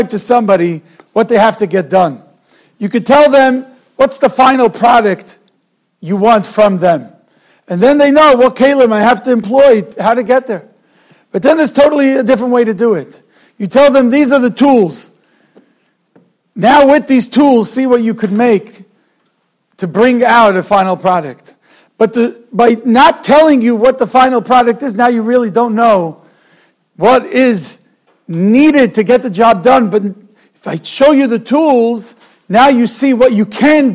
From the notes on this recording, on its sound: Shiur recorded in Yeshivas Ohr Reuven, Monsey, NY.